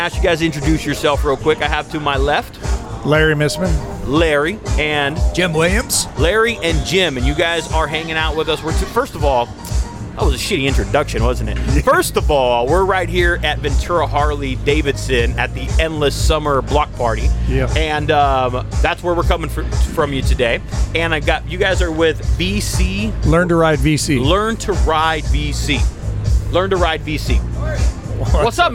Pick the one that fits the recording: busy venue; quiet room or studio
busy venue